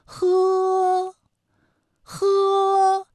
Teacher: 在发音时候啊需要共同注意的点还是有的，那么我们来关注一下以区别别的声母发音。夫和喝啊它们都是擦音，夫的发音技巧呢是你要上牙轻触着下唇去发音，那么喝的发音技巧呢是这样啊，舌根要用力，尽量的上拢靠近软腭，让气流从舌根和软腭之间流出